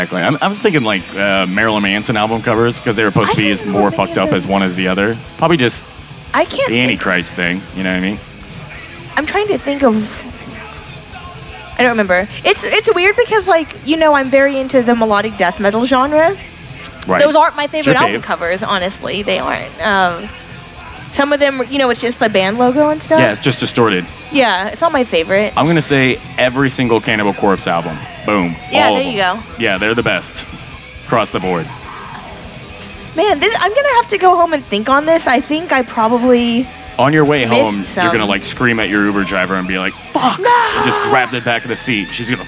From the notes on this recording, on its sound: Taking over the stage of The Lost Well in Austin, TX on Mondays. Recorded Live at The Lost Well in Austin, TX on 2/8/2022.